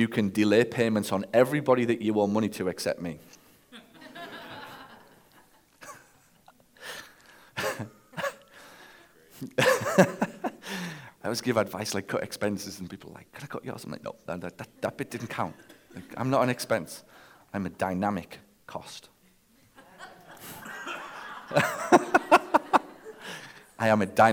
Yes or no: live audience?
yes